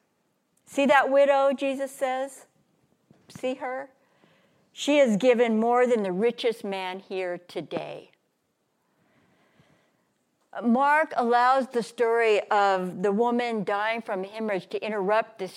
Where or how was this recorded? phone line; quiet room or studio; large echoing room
large echoing room